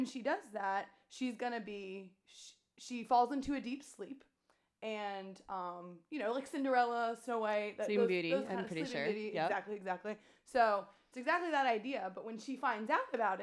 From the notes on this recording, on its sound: This was our first recorded podcast, so the sound is a bit low.